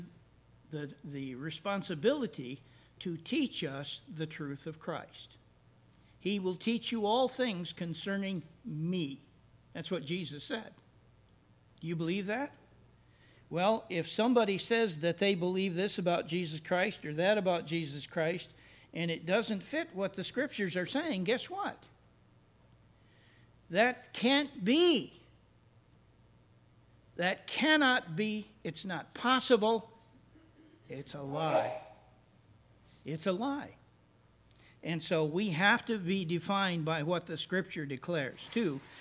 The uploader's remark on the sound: services recorded at Thornville Baptist Church